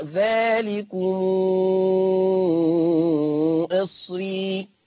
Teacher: هيقرأ بصلة ميم الجمع ست حركات